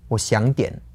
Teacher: half a third tone, a second tone, and then a third tone again.